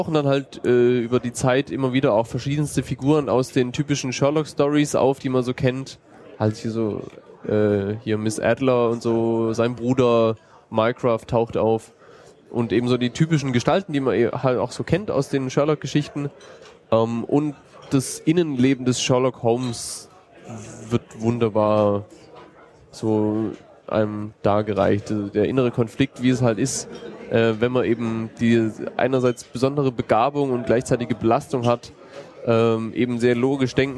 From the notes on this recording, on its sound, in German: Dieser auf dem 30C3 aufgezeichneten Sendung.